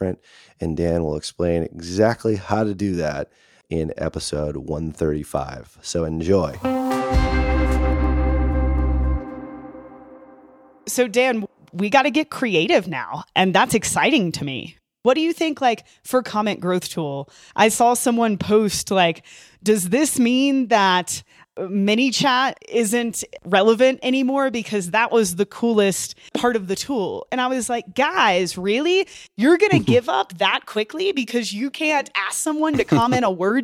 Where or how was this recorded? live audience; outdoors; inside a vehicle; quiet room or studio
quiet room or studio